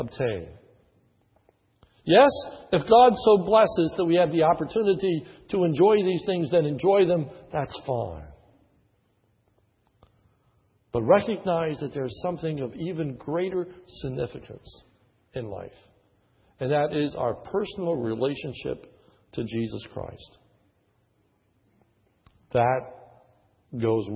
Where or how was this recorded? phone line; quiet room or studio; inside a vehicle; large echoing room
large echoing room